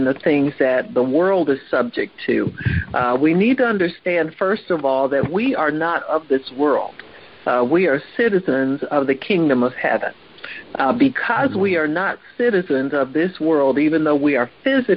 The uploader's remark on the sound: HEALING TEACHING CONFERENCE CALL.